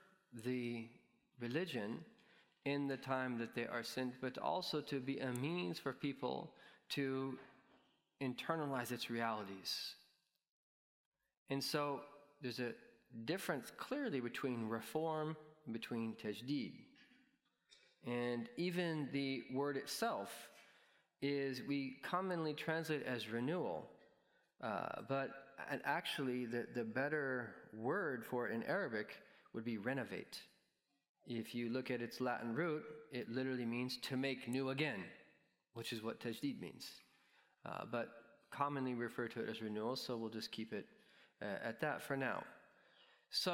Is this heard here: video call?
no